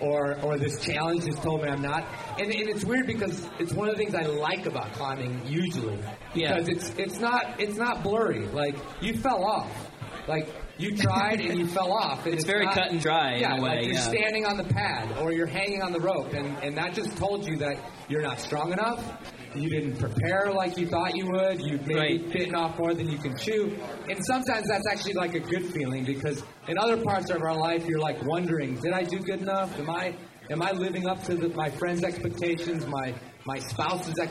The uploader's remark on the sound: Fear, not loathing, in Las Vegas (Live). I get a decent recording from the live event at Mountain Gear‘s Red Rock Rendezvous. This premier climbing festival brings in hundreds for clinics, climbing, music, beer, and…well, lots of beer.